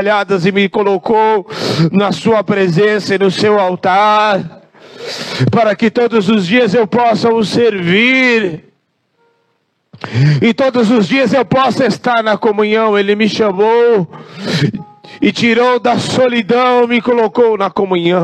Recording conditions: large echoing room